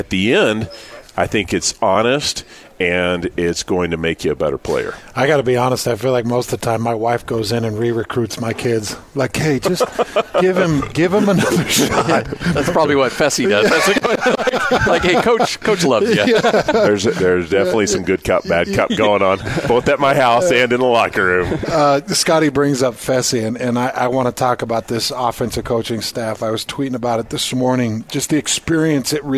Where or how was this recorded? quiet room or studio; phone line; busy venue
busy venue